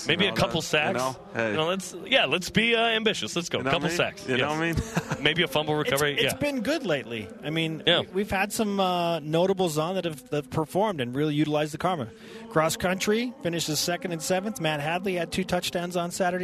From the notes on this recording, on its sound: BYUSN kicks things off live from Deseret First Credit Union.